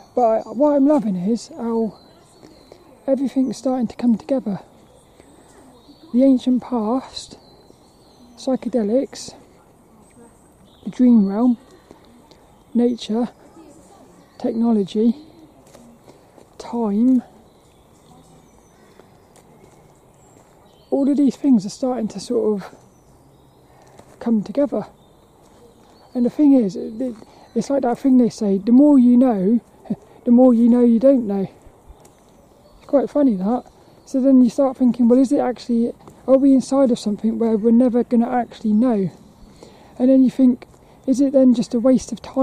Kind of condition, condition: setting, outdoors